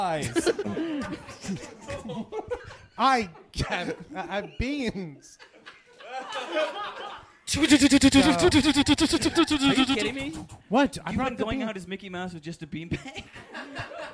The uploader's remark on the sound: Recorded Live at Coldtown Theatre. Join us for a live episode at the Coldtown Theatre in Austin, TX!